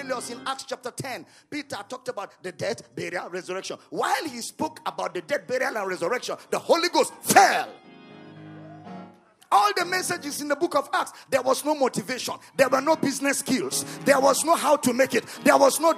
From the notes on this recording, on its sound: at the Love of God in Christ Church Conference